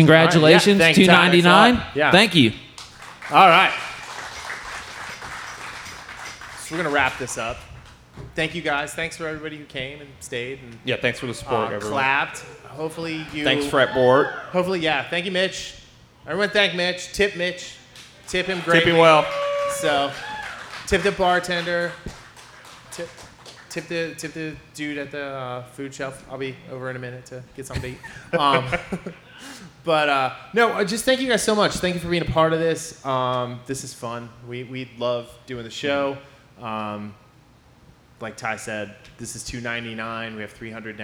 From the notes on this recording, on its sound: Recorded Before a Live Studio Audience. LIVE on the Stage at Fretboard Brewing in Cincinnati, Ohio.